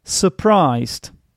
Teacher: Surprised has the schwa sound in the first syllable.